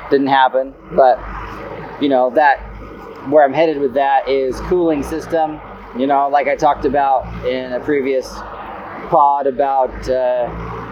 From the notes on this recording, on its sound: Update 1 from the road. Please excuse the poor audio quality. He gives you his thoughts as he travels.